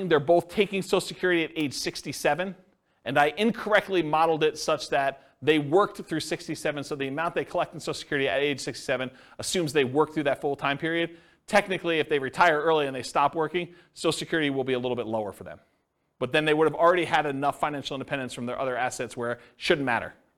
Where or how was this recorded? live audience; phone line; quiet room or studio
live audience